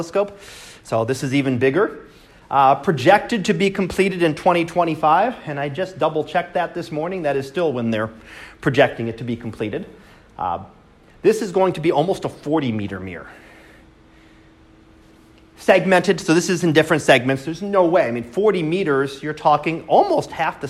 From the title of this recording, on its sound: Live Class Lecture